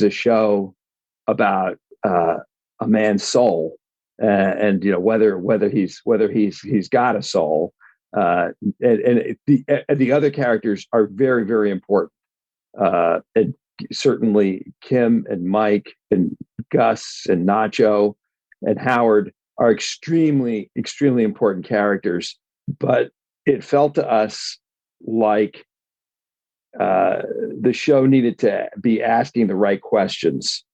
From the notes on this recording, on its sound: sits down on Zoom for an epic and in-depth chat